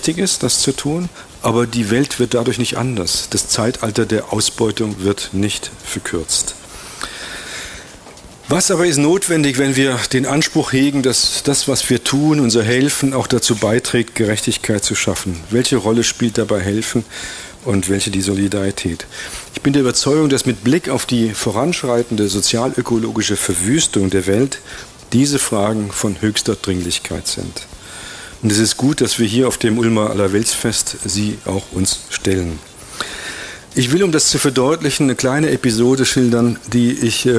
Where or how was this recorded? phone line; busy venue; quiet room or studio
busy venue